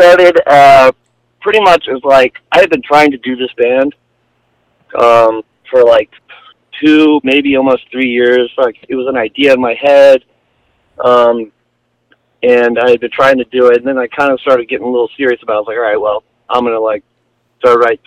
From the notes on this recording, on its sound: Hit the radio station phone line for a live radio interview. KZAA 96.5 FM.